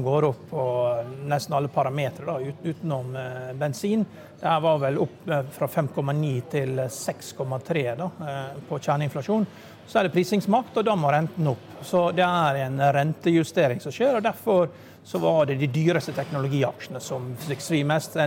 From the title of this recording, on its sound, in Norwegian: Live fra Pareto-konferansen